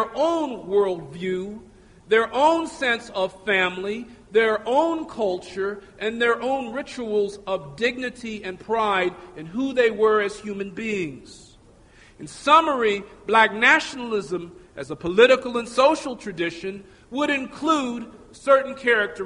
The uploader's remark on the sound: Recorded at Metro State College.